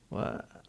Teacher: ويتنبه لبيان السين يعني تظهر من مخرجها وفيها صفير